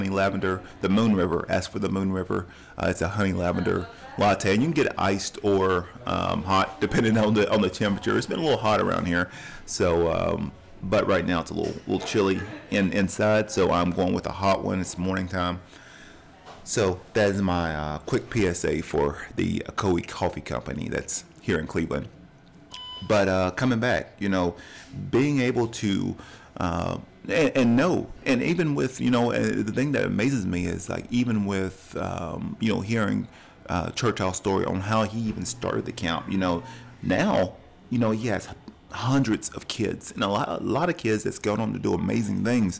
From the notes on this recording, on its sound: During my coffee tours, I recorded this episode at Ocoee Coffee Company, in Cleveland, TN.